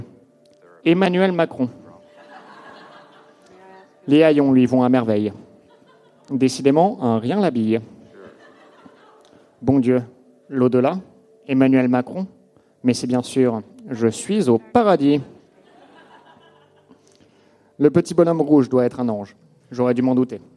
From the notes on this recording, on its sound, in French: Enregistré en direct et en public à l'occasion de la soirée spéciale 100ème du One More Joke.